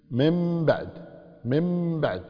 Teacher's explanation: تحولت النون إلى ميم، قلبناها إلى ميم لمجيء الباء بعدها، فتكون مم بعد. · Term: الإقلاب